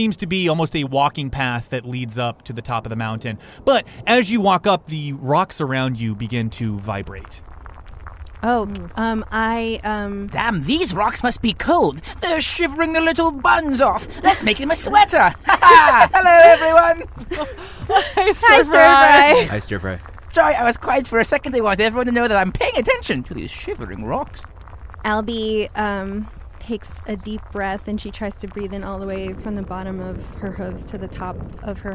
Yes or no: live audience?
no